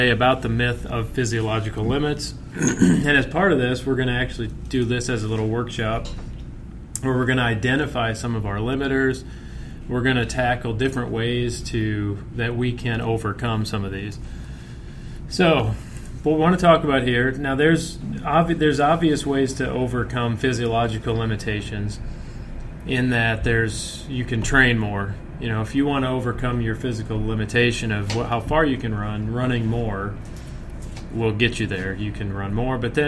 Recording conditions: busy venue